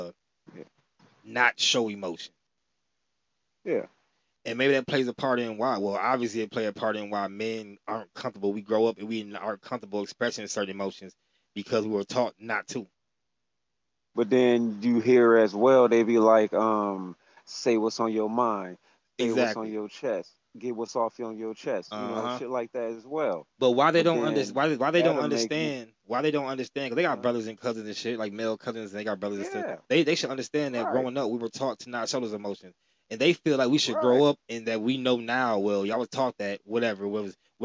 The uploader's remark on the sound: Me and a childhood friend got on the phone